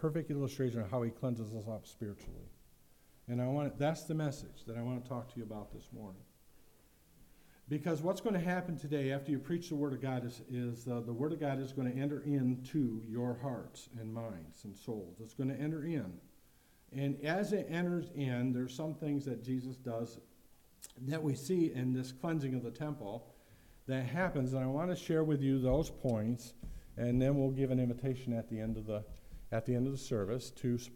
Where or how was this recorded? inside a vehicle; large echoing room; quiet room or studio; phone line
large echoing room